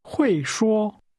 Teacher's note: The tone in can speak first falls, then returns to a high level.